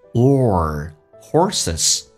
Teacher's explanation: Horses 这个发音嘴巴凸出来说得很圆，整个舌身往回卷